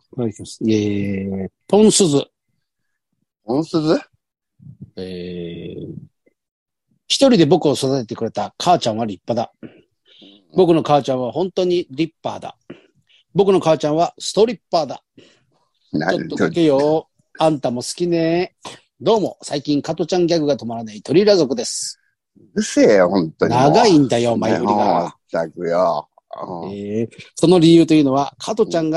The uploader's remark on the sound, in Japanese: ZOOMで収録。